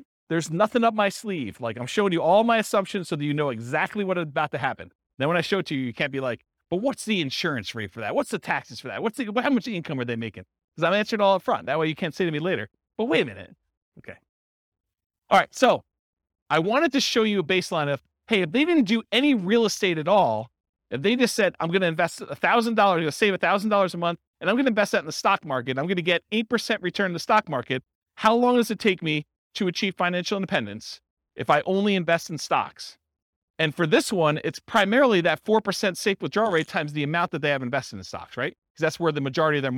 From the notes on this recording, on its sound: This was a live class recorded